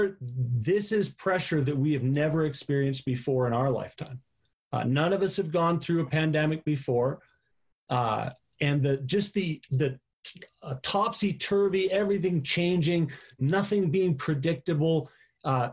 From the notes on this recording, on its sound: Live on zoom for our September Online Gathering.